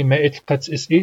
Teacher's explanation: strikes me as a word with a lot of glottal stops in it